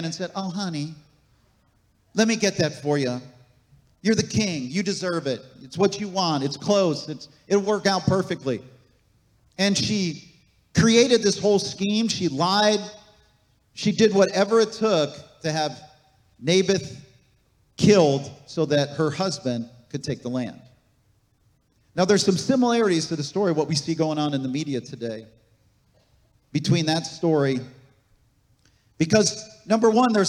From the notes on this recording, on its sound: This message was recorded on October 15, 2023, at Gateway Church in Richmond, Indiana.